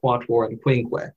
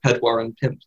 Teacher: this qua sound turns into a P in Welsh, leaving us with pedwar and pimp as the words for four and five.